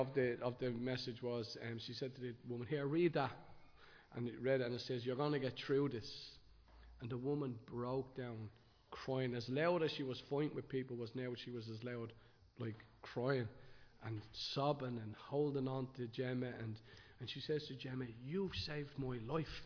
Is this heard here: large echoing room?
yes